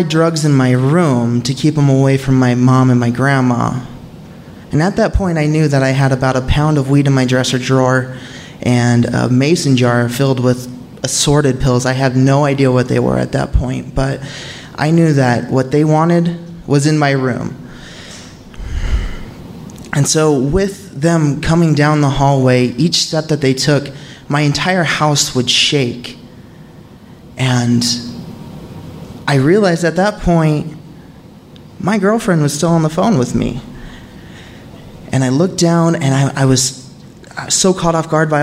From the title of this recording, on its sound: Live From Salt Lake